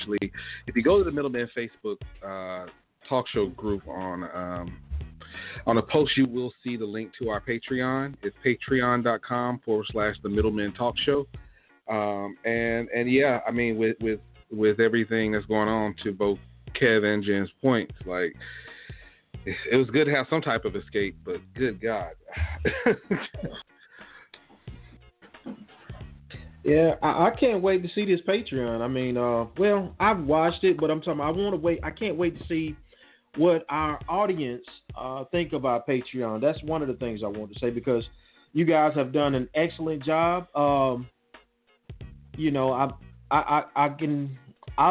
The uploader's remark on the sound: The phone lines will be open.